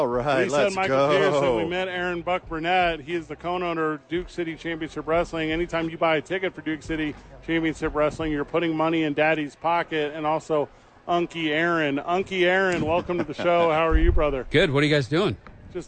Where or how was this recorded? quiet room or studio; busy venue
busy venue